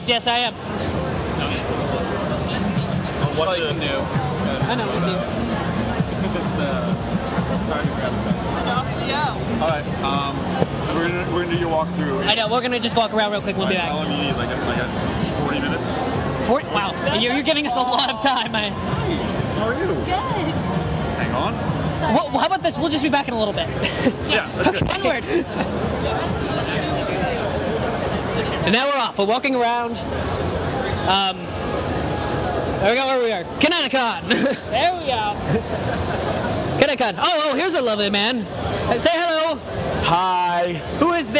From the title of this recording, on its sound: Geek Media Live Connecticon 2012